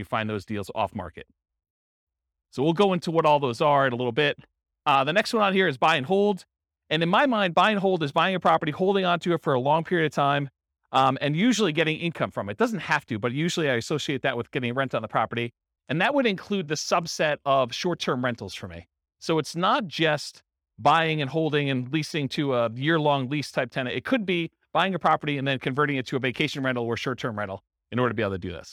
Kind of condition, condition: setting, live audience